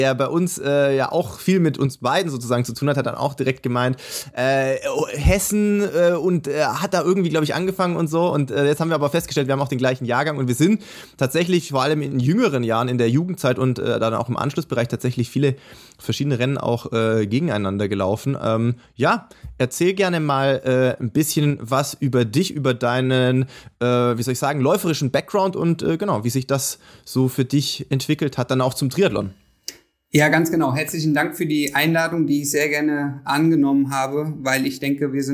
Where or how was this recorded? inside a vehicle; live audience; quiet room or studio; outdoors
quiet room or studio